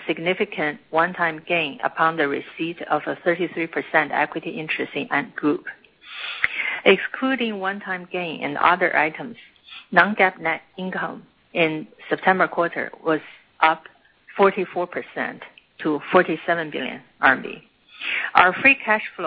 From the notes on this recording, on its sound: Earnings Conference Call